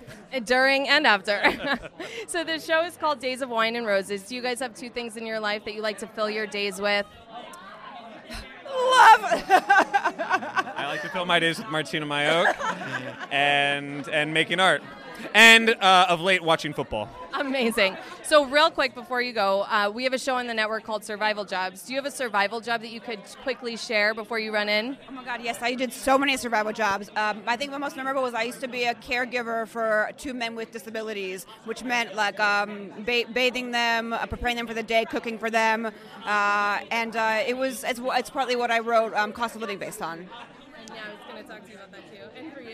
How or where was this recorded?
busy venue